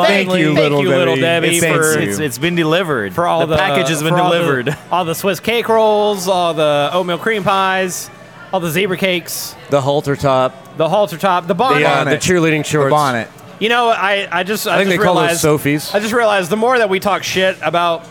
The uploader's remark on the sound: recorded at Rocky Mountain Pizza in Atlanta, GA!